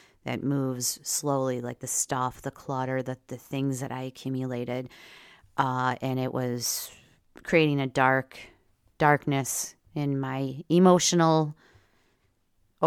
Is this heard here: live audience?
no